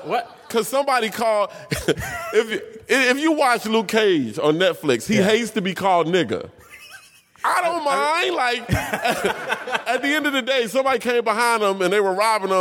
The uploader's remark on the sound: LIVE!! at the Chicago Podcast Festival. Recorded November of 2016 at the Chicago Podcast Festival.